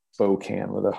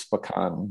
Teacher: people in the city call it Spokane with a long O · Shown in: first take · the original word is Spokane, which meant children of the sun.